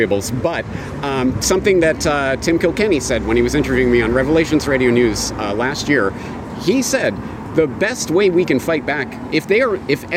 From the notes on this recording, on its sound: At the 2nd Better Way Conference in Bath, UK